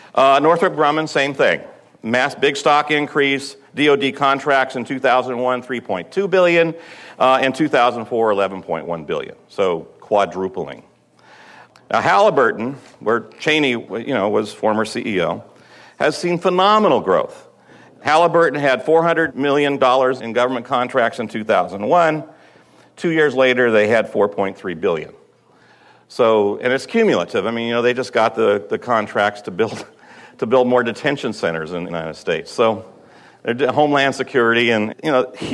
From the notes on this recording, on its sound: at the June 4th, 2006 "9/11 Education and Strategy Conference" in Chicago